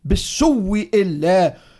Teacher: بدلوا الهمزة حرف مد وأدغمها فيما قبلها